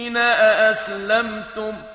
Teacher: أأسلمتم همزتين متتاليتين، يجب أن نأتي بنبر الهمزة. البعض يقرأ أأسلمتم يعني الهمزة الثانية تكون همزة مسهلة، وهذا خطأ.